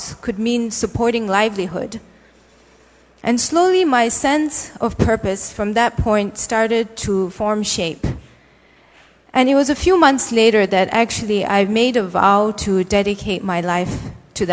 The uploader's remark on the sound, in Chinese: 一席现场